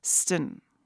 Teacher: When trying to pronounce Salish, English speakers might imagine an I in there, stin, but the sound is shorter, acutely angled from the T to the N, not the full I